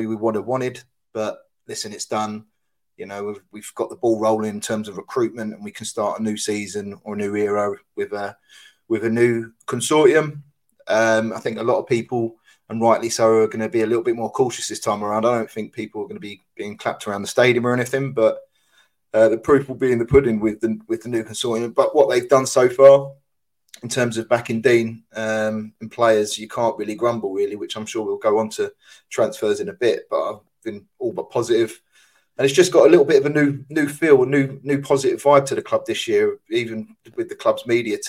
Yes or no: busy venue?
no